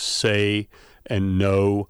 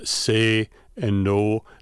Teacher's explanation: in the speech of most Americans, you get something that's fairly diphthongal. You have sort of two vowel qualities. · Shown in: first take · So I say words like say and know, where the vowel quality changes a bunch.